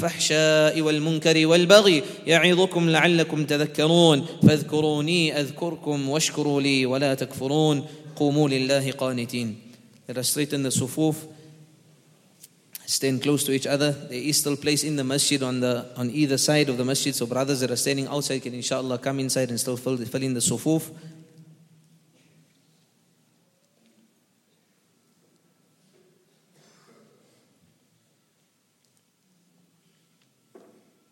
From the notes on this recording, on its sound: at the Houghton Masjid (West Street)